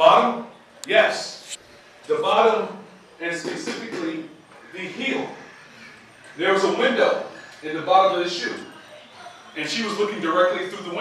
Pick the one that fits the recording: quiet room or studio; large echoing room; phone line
large echoing room